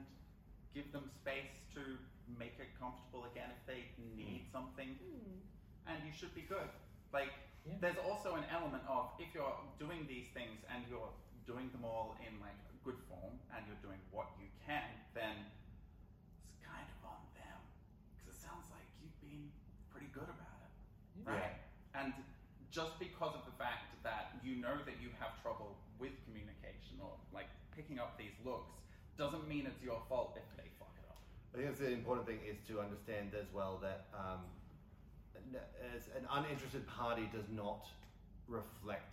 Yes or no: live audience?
yes